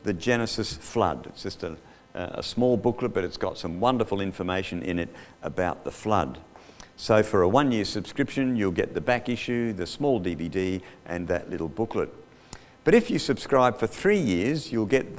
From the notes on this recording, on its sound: Audio recorded live at The King's Way Christian Fellowship, Wantirna, Melbourne, Australia.